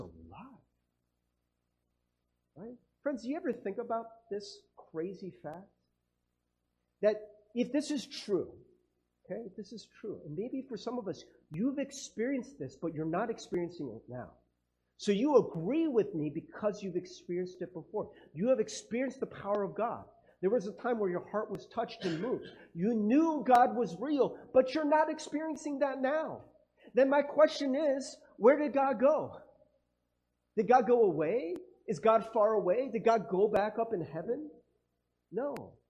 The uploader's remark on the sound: Sorry about the audio quality.